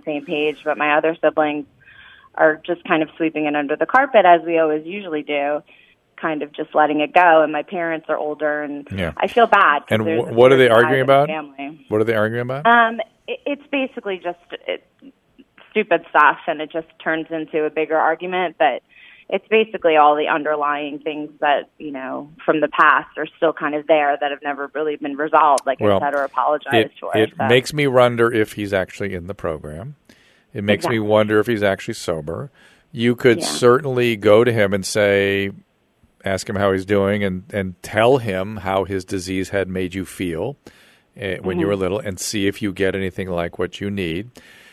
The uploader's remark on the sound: Goes one on one with the listeners answering some of their phone calls.